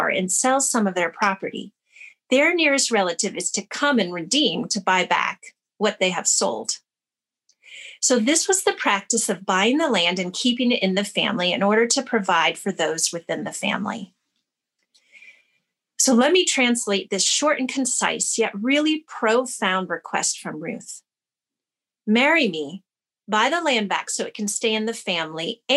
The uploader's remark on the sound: Teaching from the February 7, 2021 Zoom Gathering